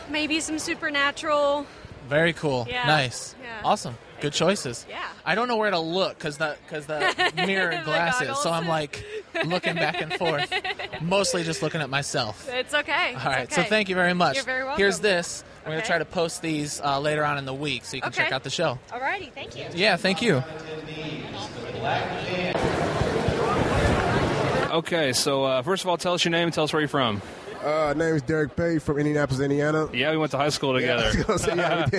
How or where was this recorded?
busy venue